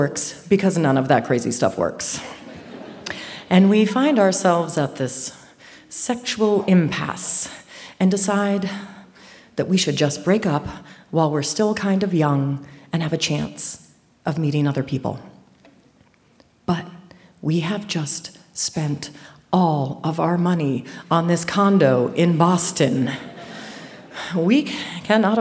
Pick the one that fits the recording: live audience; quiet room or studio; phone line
live audience